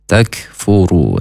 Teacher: huruf kaf, ini makhrajnya dari pangkal lidah agak ke depan dan hamas atau berdesis. Takfuru ya, tapi jangan takfuru, itu nanti jadi mantul.